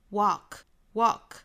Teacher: 美音的话其实上下开口都更大、更松、更开